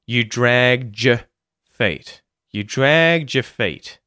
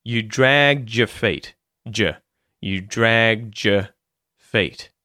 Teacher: The D at the end of dragged merges with the yod, the y sound at the front of your or y, and it becomes j. So, you don't get a d sound, you don't get a y sound, you get a combined j sound.